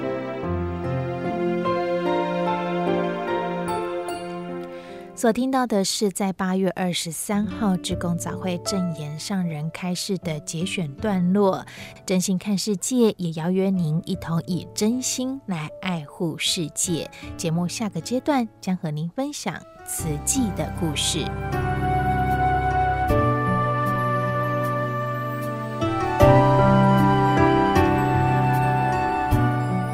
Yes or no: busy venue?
no